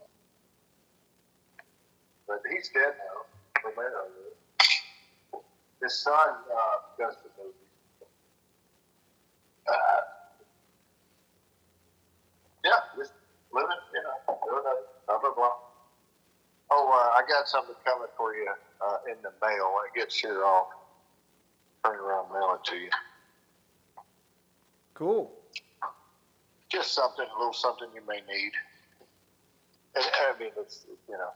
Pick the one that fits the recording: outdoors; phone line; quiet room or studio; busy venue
phone line